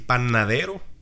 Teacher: lengua va adelante en esa N